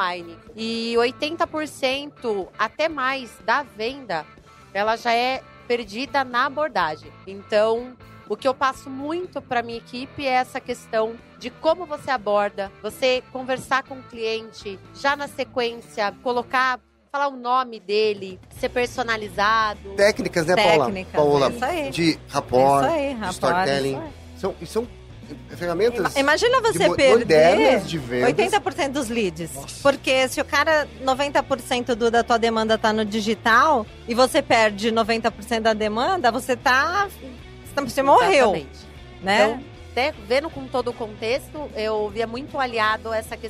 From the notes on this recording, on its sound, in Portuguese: foi gravado diretamente do 30° Congresso Expo Fenabrave, no estande da Auto Arremate® e Linx